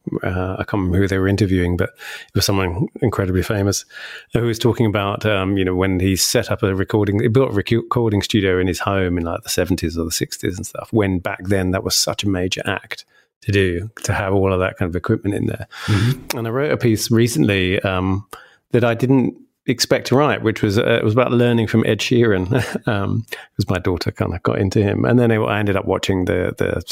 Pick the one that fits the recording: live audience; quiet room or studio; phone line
quiet room or studio